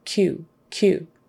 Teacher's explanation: instead of a KW sound, it's now a K. Y sound, the QU becomes like a KY